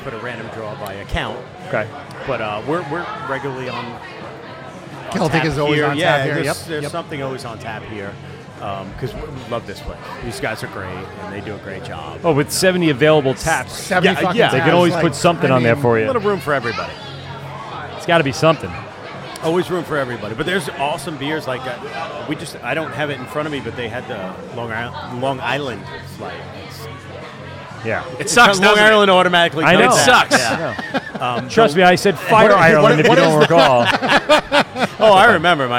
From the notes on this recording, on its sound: broadcasting live from Croxley's in Farmingdale for LI Craft Beer Week